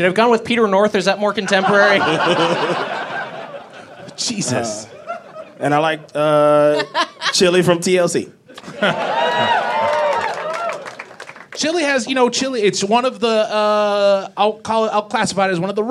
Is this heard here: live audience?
yes